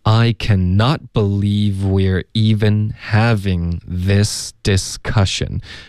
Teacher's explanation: Icannot，然后 not 我们可以加重音，I cannot believe 的这个 v 跟后面 we are 的这个 w 音连发，OK？然后 we are 呢？它就发成了 we're，所以前面加一个 v 就变成 we're，OK，一口气 believe we're，这里它就顿了，它没有连读到后面 even，OK，为什么呢？因为它想要强调竟然这个字 we're even，OK，中间停了一下，没有连读